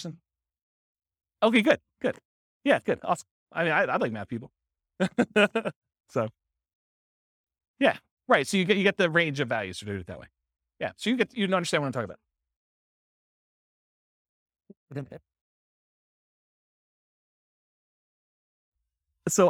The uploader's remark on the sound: This was a live class recorded